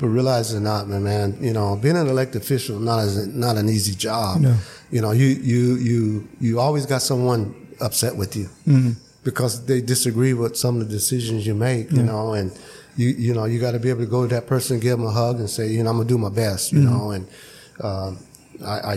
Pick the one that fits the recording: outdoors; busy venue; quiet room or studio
busy venue